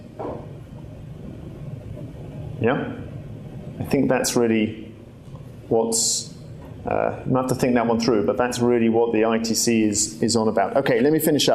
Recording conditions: live audience